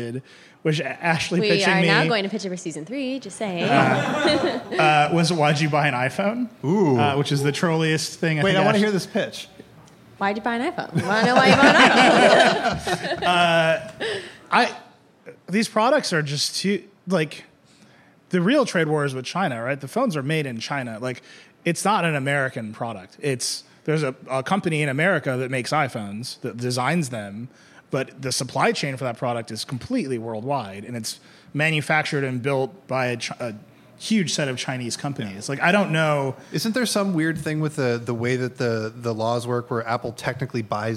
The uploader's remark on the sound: This week, The Vergecast is down in Austin, Texas for South by Southwest 2018 in front of a live audience.